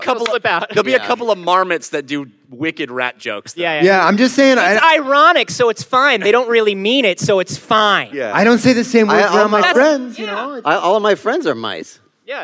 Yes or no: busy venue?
yes